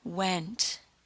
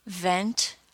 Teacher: Let's practice some minimal pairs between the V sound and W sound to hear and feel the clear difference between them. The W sound is created entirely with the vibration between the lips, and the V sound is created with the vibration between the lower lip and upper teeth.